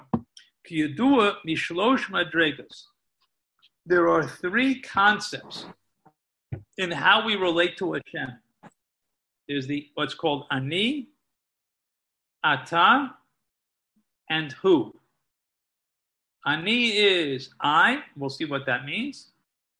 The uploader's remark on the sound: Live on Zoom